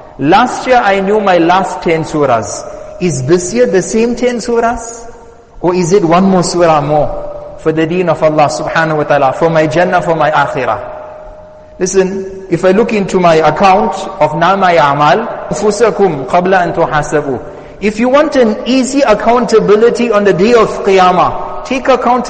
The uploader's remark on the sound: Jumuah Lecture at Masjid us Saliheen